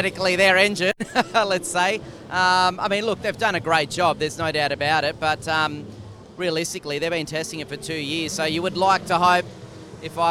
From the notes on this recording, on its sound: live from the Newcastle 500!